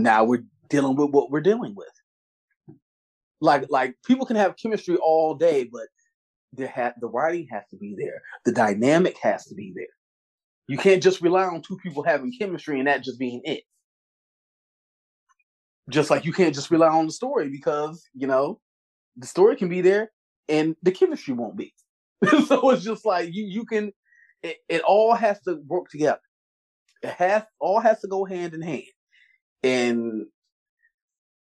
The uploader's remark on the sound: Three Bitches on a Zoom